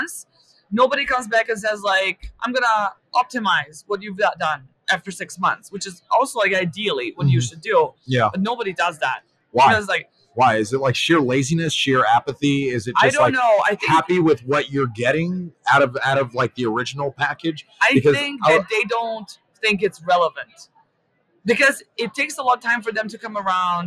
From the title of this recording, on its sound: Live at Prosper 2022